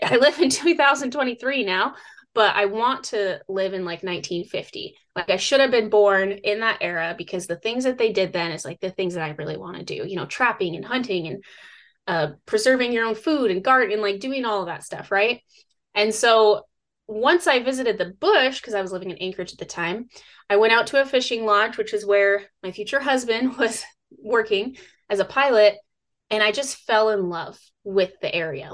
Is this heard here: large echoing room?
no